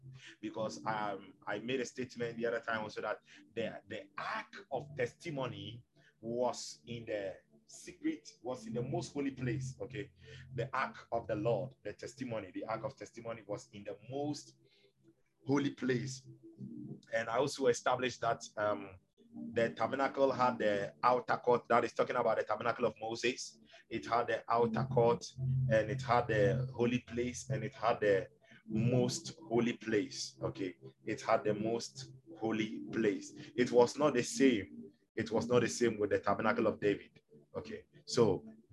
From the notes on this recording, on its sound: Zoom meeting